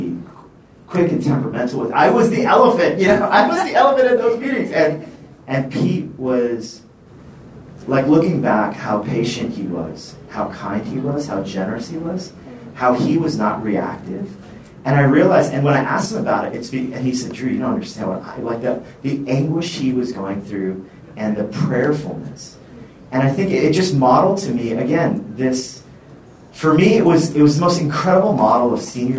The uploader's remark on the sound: recorded at the National Disciple Making Forum